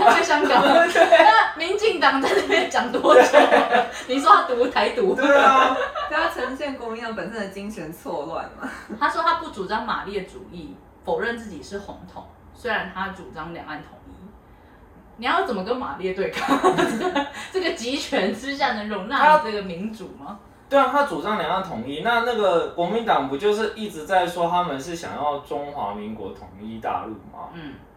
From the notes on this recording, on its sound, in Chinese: 水逆發威，錄音音檔讀不出來，只能用手機錄音來汙染大家耳朵。